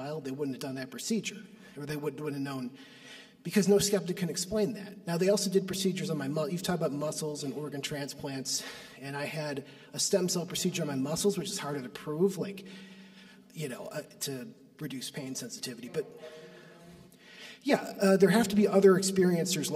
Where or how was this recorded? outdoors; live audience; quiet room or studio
live audience